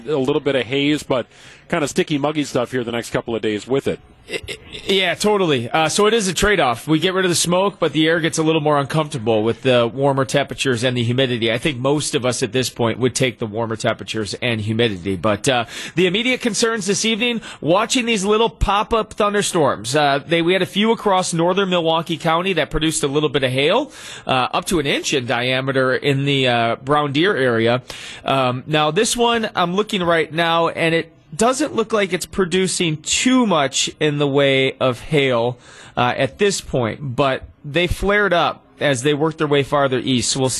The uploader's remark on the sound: We broadcast live from the Pella Windows & Doors of Wisconsin Mobile Studios at Summerfest!